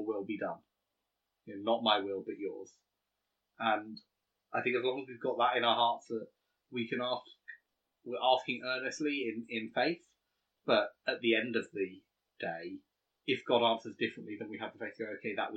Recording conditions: poor sound quality